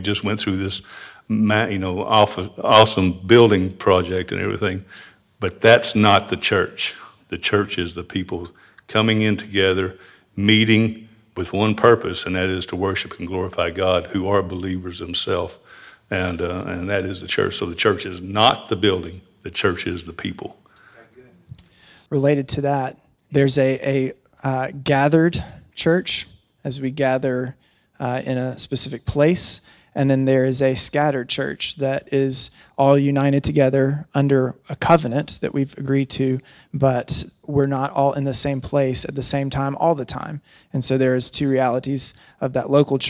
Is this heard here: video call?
no